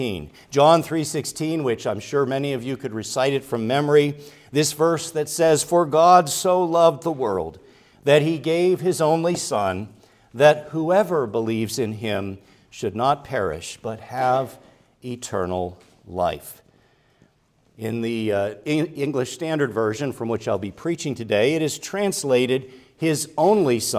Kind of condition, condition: setting, large echoing room